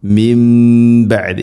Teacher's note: സാക്കിന നൂന് ശേഷം ബ ആണ്, ഇഖ്ലാബ് എന്നാണ് പറയുക. നൂനിനെ മീമാക്കി മാറ്റി മണിക്കണം. മിൻ ബഅദി, മിൻ ബഅദി എന്നല്ല മിൻ ബഅദി.